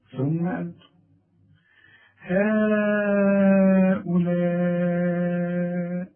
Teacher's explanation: أنت ملاحظ أنا مديت المد الأول والثاني المد الأول اسمه مد منفصل يعني في قراءة ممكن نقرأ ها ولا ألف بحركتين، لكن احنا